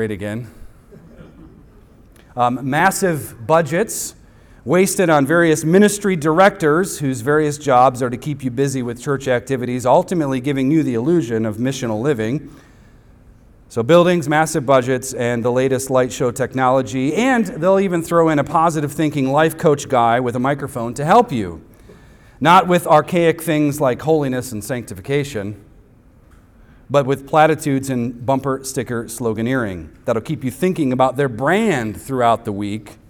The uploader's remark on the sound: Recorded on Sunday, June 4th, 2023, at the weekly worship gathering of Cross & Crown Church.